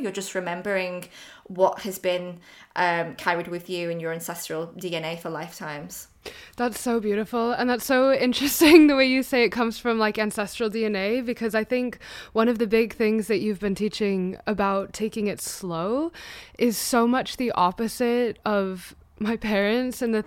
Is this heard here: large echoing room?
no